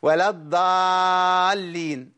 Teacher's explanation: انا ضيعت الصفات، ضيعت صفة الاطباق. هي اض ضا ضا، أقول ضا، خليت الإطباق مش موجود، ضيعت الصفة.